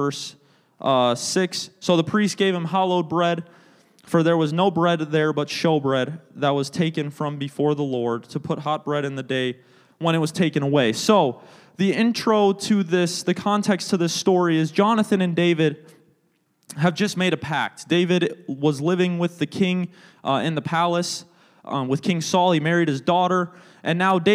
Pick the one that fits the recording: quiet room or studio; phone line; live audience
live audience